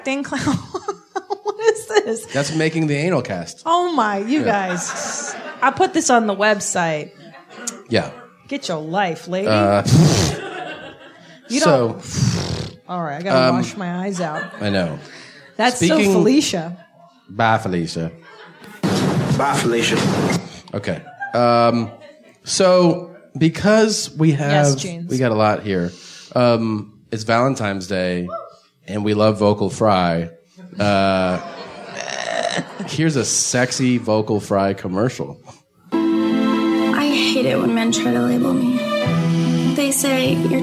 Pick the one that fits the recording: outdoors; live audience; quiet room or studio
live audience